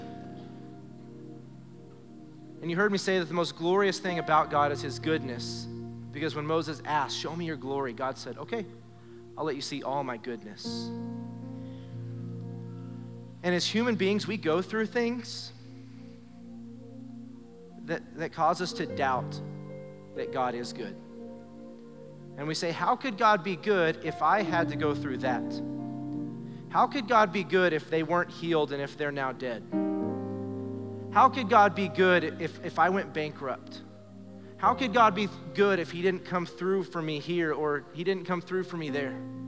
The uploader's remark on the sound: Recorded live during our Wednesday night service